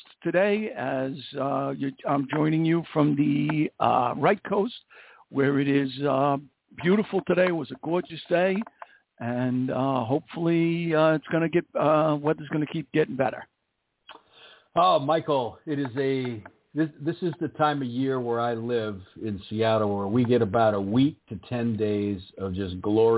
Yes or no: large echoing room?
no